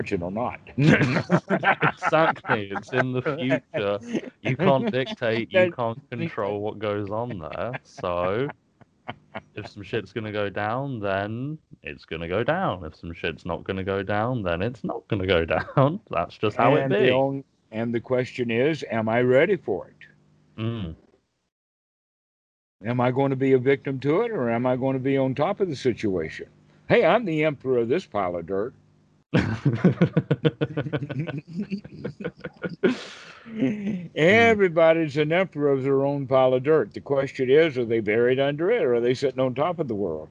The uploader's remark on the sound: skype calls on this channel